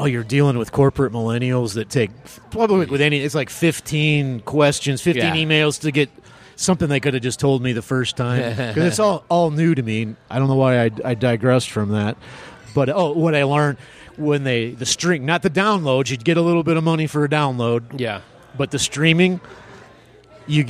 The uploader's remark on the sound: Recorded at The Raven Café in Prescott, AZ. Recorded at The Raven Café in Prescott, AZ.